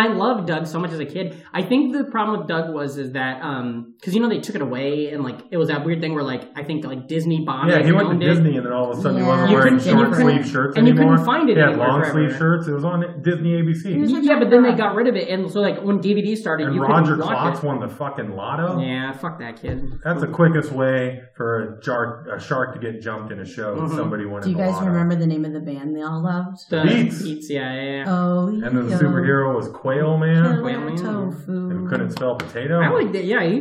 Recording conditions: poor sound quality